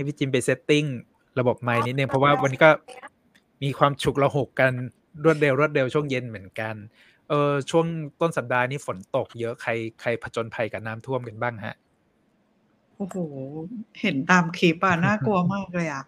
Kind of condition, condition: fault, poor sound quality